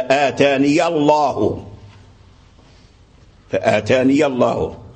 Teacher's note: فمن حذف هذه الياء كسر النون والتقى مع النون كسرت النون التقت مع اسم الجلالة فيقرأ اسم الجلالة بالترقيق فما آتاني الله. ومن فتح الياء فخم لام الجلالة